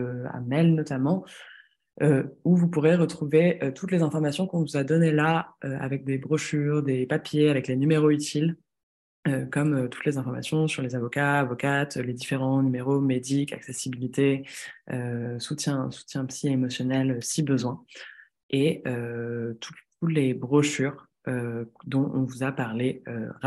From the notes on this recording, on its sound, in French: Le collectif Bassines Non Merci nous a demandé de diffuser le temps de brief en visio sur les question de base arrière de la mobilisation de ce week-end.